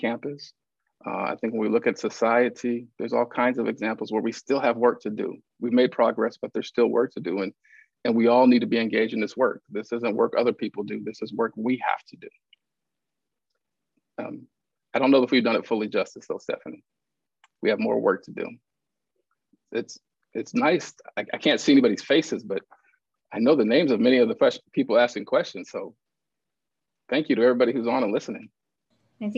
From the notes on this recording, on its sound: In a Zoom edition of Sheldon Museum of Art’s Look at Lunchtime series.